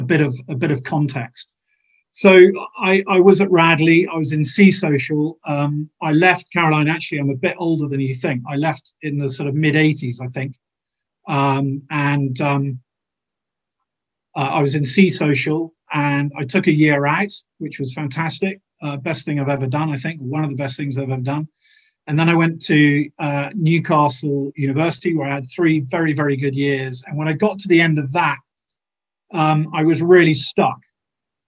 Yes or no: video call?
yes